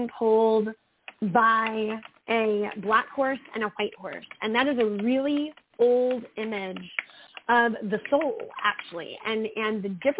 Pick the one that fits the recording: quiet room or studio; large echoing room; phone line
phone line